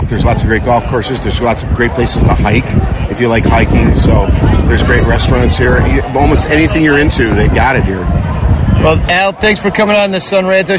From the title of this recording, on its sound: Live From the Club 400 Tent